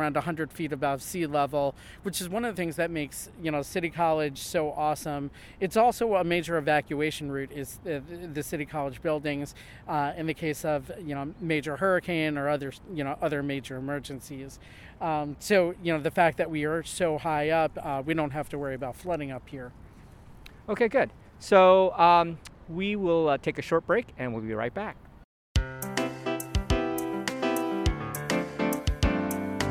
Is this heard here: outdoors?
yes